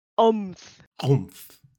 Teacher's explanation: So Phyrexians don't really like starting names with vowels. So Omnath gets a glottal stop added to the front of his name. So his name becomes Omth.